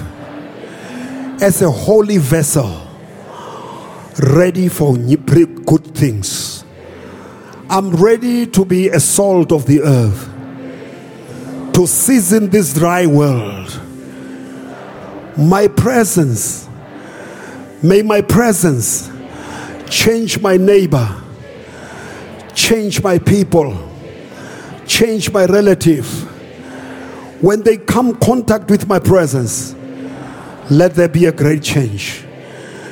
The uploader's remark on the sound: preached at Grace Bible Church Pimville